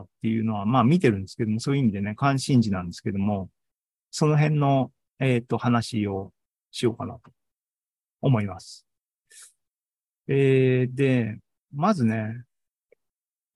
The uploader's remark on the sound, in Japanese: ２０２３年７月２９日に開催した ZOOMライブの模様です